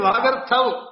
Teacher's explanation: ga also becomes guru because it is followed by a conjunct consonant, ra and tha, after that only you have the vowel.